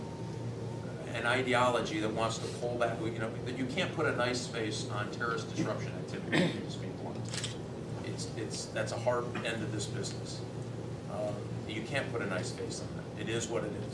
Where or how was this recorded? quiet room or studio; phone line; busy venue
busy venue